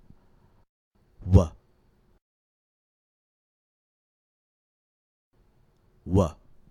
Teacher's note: In order to pronounce W, we have to move our lips. We move our lips in and out of U. Our lips can move forward or backward.